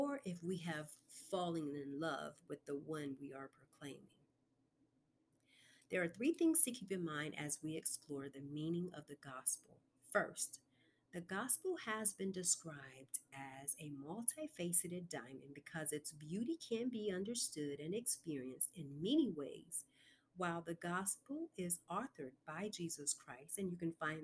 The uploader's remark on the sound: Due To Low Recording Session Headphones May Be Required In This Episode.